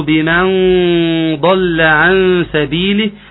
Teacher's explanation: انا كنت عاوز اسمع يا جماعة ان الغنة مفخمة